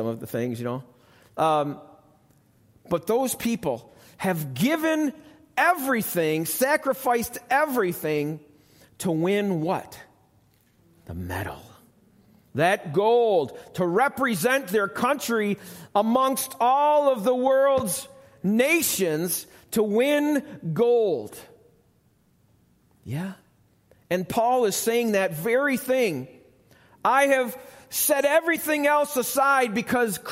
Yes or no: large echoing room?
yes